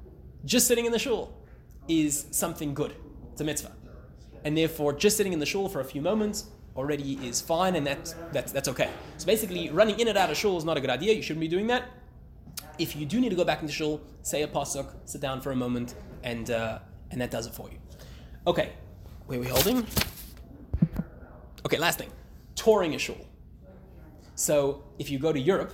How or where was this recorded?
live audience